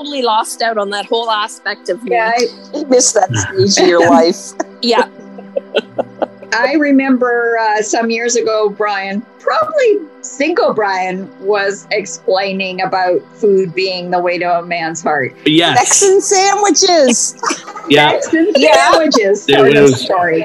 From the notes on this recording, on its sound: The three Witches and a Druid sit around the Zoom table with hot beverages